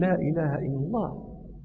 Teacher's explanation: لا إله إلا الله ما هي حرف موجودة في هذه الكلمة؟ اللام، واللام مخرجها من طرف اللسان مع ما يحاذيه من لثة الأسنان العليا